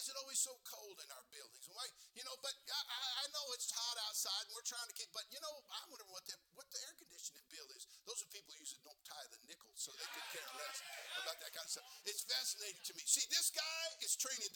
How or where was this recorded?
large echoing room